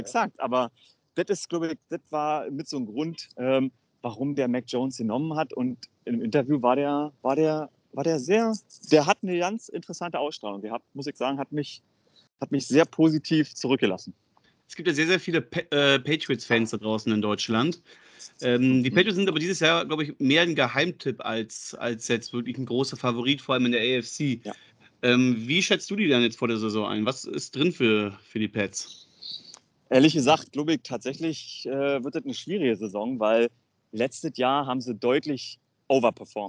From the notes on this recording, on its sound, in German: Aufzeichnung im Park in Boston